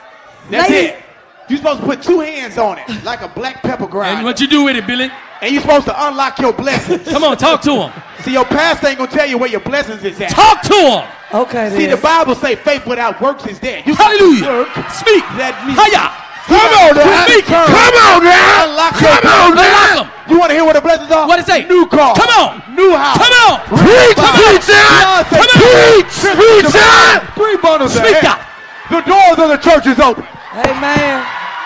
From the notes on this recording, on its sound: LIVE In Birmingham!